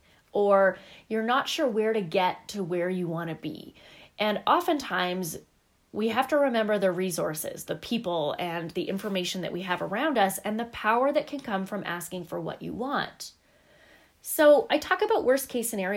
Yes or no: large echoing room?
no